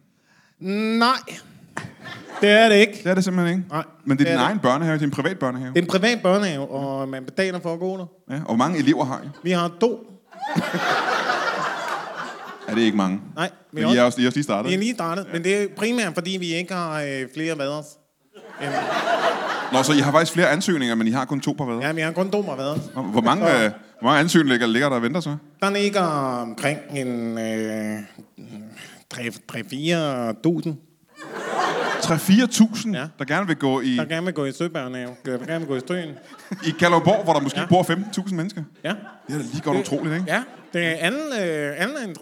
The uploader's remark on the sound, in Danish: LIVE fra Nyborg